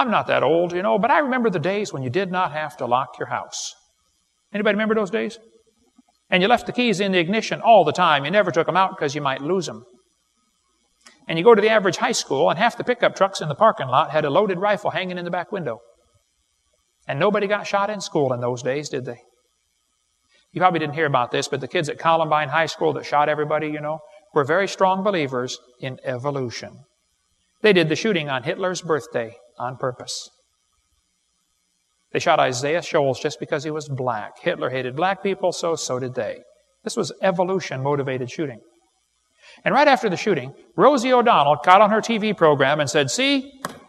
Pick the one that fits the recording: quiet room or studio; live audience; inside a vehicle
live audience